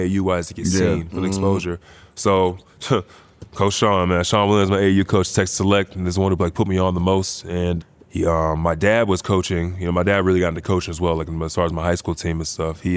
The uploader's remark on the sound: live on location from XS Nightclub at Wynn Las Vegas